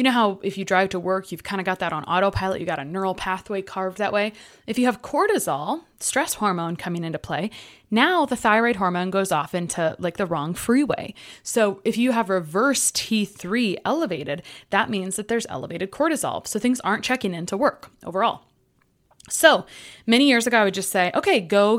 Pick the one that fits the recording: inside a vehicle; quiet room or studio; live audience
quiet room or studio